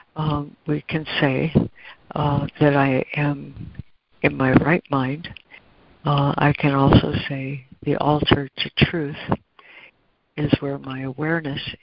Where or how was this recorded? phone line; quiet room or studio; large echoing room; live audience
phone line